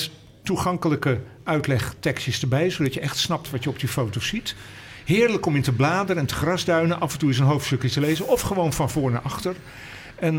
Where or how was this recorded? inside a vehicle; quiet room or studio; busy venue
busy venue